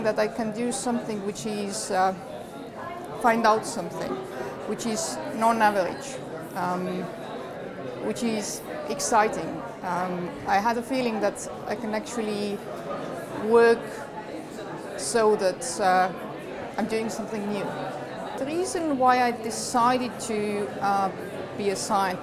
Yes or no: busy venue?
yes